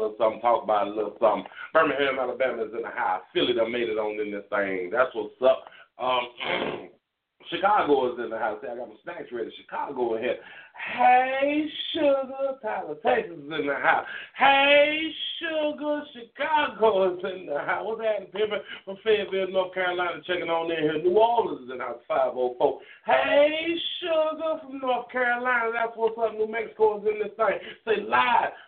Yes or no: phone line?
yes